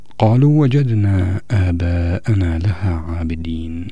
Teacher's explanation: لاحظوا أعزتي هنا مد الألف في كلمة وجدنا هذا المد الطويل بالنظر إلى مجيء الهمزة بعده في كلمة ثانية، فهذا المد منفصل، لأن وجدنا في كلمة وآباءنا في كلمة ثانية، هذا المد منفصل.